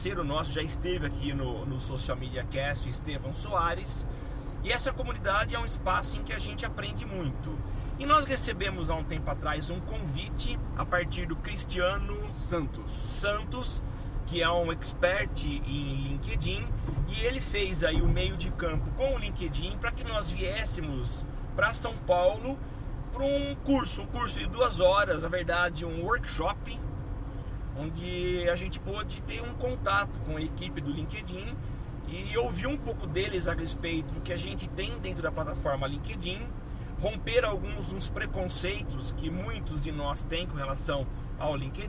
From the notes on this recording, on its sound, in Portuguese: Toda nossa experiência foi gravada na volta de carro para São Carlos.